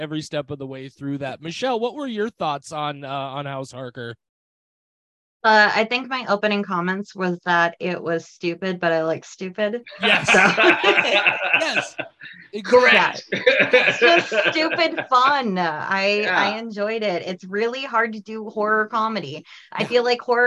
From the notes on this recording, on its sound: in a drastically time-limited zoom call!